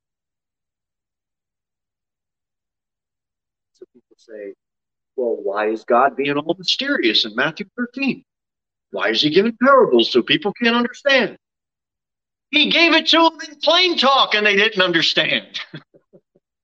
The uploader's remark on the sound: Sermon delivered at Pilgrim Baptist Church on Thursday, August 18, 2022 at 6:15 pm. Jere Whitson Rd.